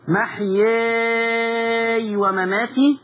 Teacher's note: طبعا بتقري بالتقليل بس عشان بتوسطي ايوه هيبقى ليكي فيها وجهين تمدي ستة مع التقليل